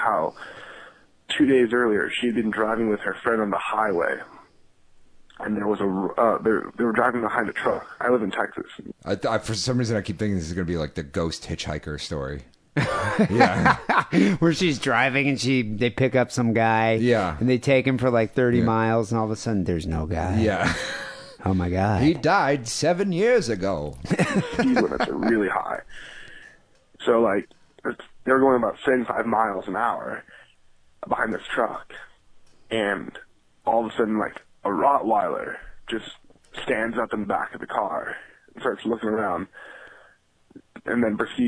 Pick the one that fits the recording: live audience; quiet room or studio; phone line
phone line